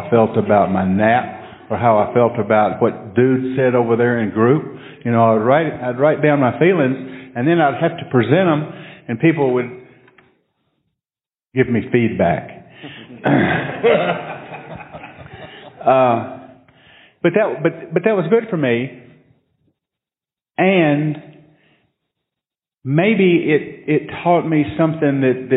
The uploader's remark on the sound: Friday Night Speaker Panel - 2018 SOS Marathon Nashville